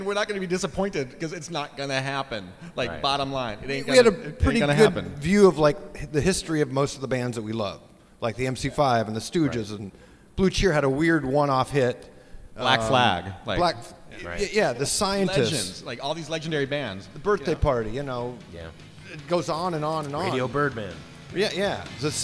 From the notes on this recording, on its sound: Performs in front of a hometown Seattle audience.